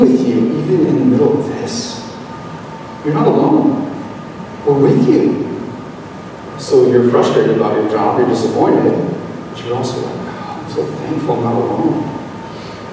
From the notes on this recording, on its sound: This video message was recorded on December 17, 2023, at Union Ridge School in Ridgefield, Wa.